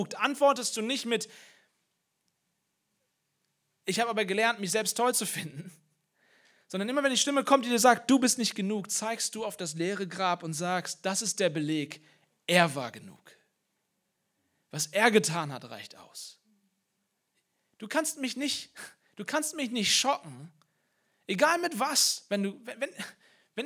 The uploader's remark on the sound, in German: Osterpredigt aus dem Leipzigprojekt